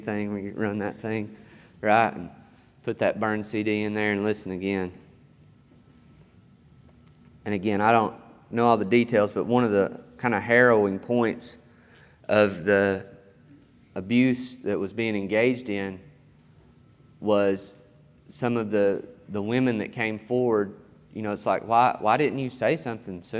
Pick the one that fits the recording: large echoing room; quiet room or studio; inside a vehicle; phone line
large echoing room